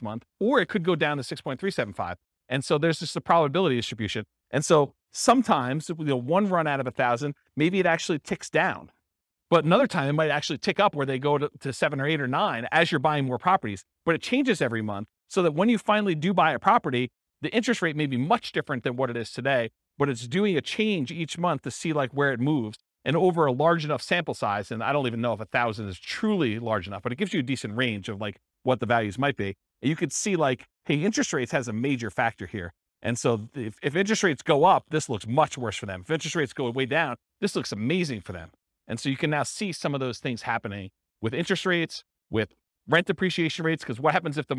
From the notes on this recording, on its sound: This was a live class recorded